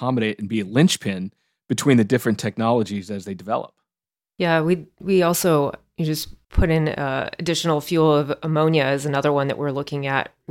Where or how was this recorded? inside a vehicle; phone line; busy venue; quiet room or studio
quiet room or studio